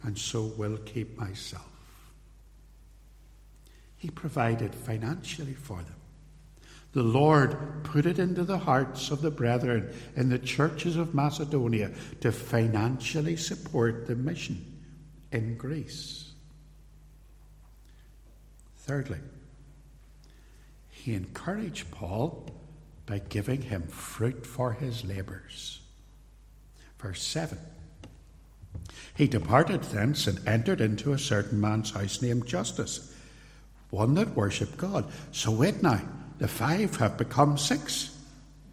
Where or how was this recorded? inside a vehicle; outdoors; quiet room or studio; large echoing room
large echoing room